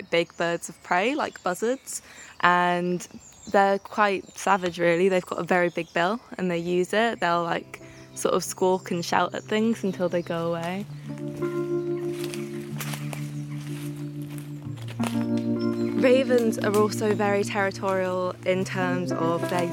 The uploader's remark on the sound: We’re heading into the great outdoors. The land where they run their glamping holidays in Cornwall and get interrupted by a nosy chicken.